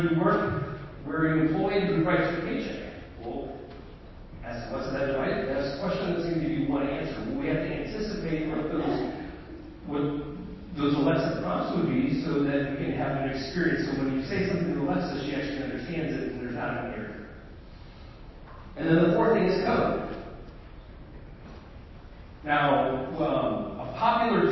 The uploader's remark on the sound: This presentation was delivered at the Association Executives conference in Halifax, Nova Scotia June 5th 2019.